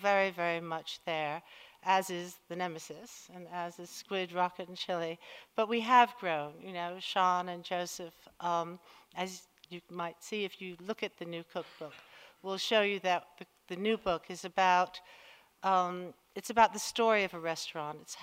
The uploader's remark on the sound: Recorded at 5x15 in November 2017. There are only two rules - no scripts and only 15 minutes each.